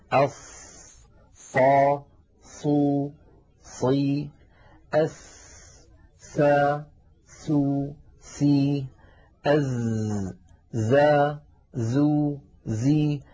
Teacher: كان العرب إذا نطقوها خرج لها صوت فيه قوة شبهه العلماء بصوت صفير الطائر وذلك في حرف الصاد الص وحرف السين الس وحرف الزاي الز